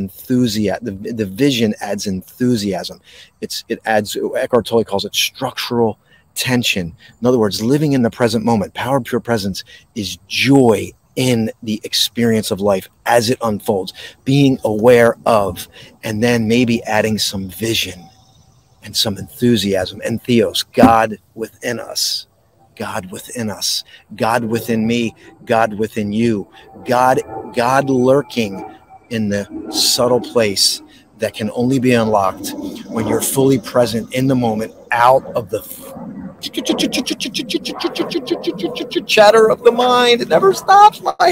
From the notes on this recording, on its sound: This Episode originally streamed live on location at Sunflower Farms, Dalton Farms Swedesboro NJ. The audio from this podcast was taken directly from this live stream.